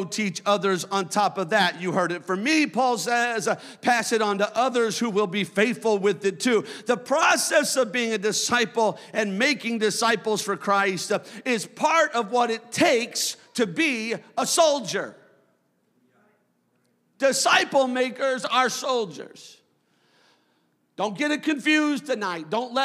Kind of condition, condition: setting, large echoing room